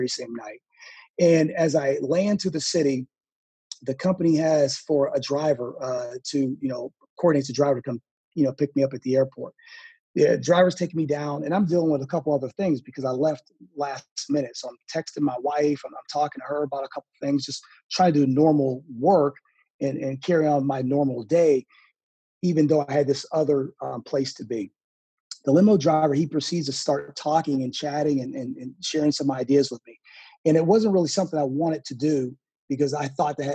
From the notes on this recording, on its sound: joined me for a small college AD Zoom conversation